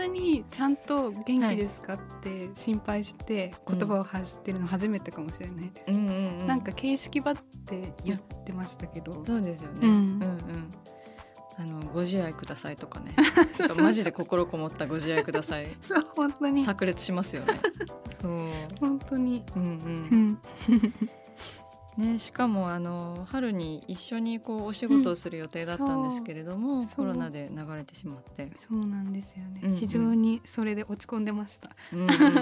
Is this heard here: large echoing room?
no